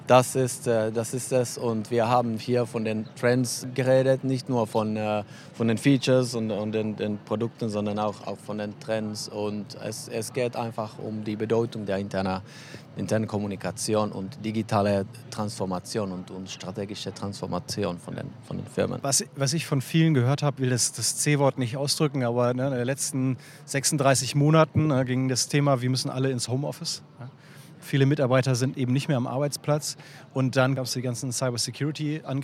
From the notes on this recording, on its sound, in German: Live-Interviews auf der Voices. Live auf der Voices 2023.